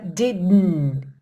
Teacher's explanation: O didn't, que também poderia ser didn't, muitas vezes o britânico faz didn't. Não solta a língua do céu da boca entre o D e o N.